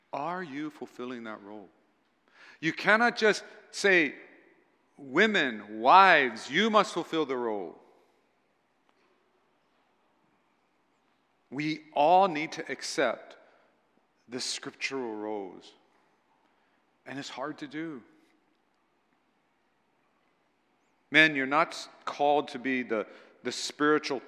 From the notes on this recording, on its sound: at Waialae Baptist Church